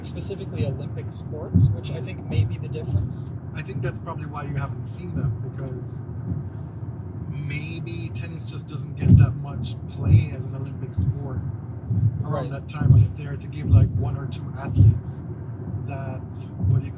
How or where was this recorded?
inside a vehicle